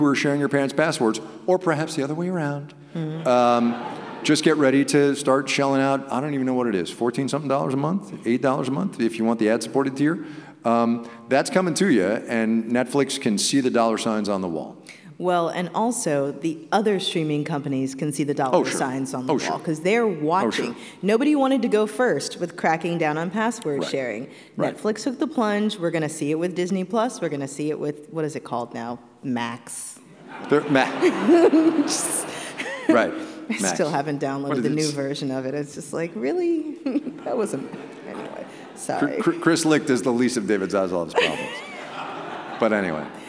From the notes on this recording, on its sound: Make Me Smart: Live in Seattle. This special edition of Make Me Smart’s weekly happy hour is coming to you live from the stage at Seattle’s Town Hall.